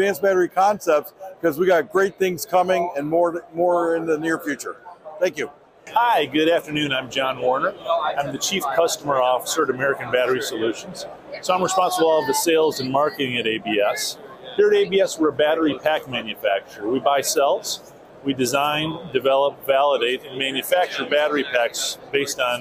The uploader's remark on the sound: Visits the Battery Show and Electric and Hybrid Vehicle Technology Expo in Novi, Michigan, where more than 800 companies showcased their innovations in EV technology. This episode features a host of guests from the show floor. The recent expo in Novi, Michigan witnessed record-breaking attendance, with over 19,000 participants and 800 companies presenting their cutting-edge products and solutions.